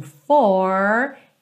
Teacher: Com o sotaque americano, todos esses R's são enrolados. Lembra lá o R da porta com a perna esquerda.